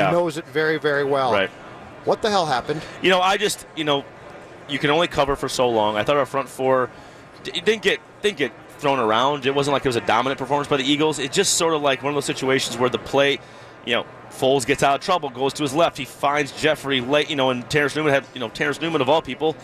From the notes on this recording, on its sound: live from Radio Row all week